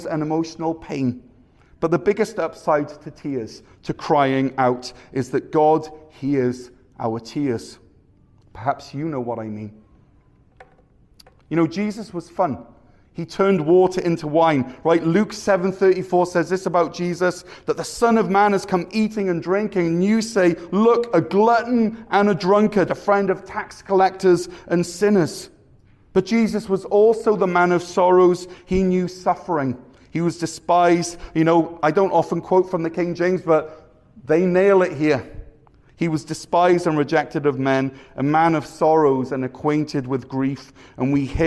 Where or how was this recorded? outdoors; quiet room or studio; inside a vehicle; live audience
live audience